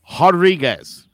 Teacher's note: It's Brazilian, so the R sounds like an H.